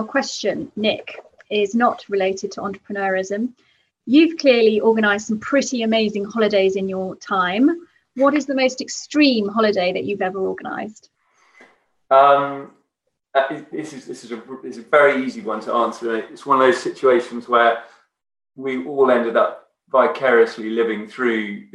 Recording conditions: video call